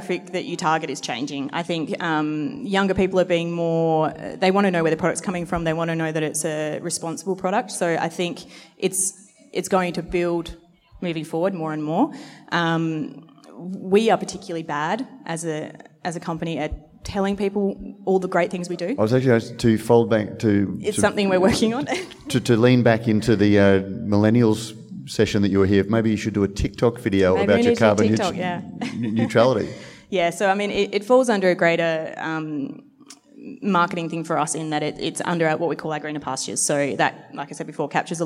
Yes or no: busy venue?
yes